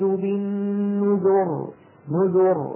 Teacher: فمن وقف عليها كذبت ثمود بالنذر، نذر بتفخيم الراء، ما بنقول بالنذر، ما بيصح.